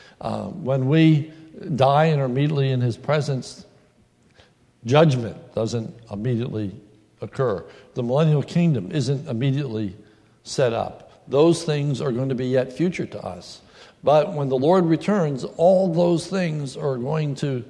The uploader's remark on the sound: This is a sermon recorded at the Lebanon Bible Fellowship Church in Lebanon, PA on 7/03/2016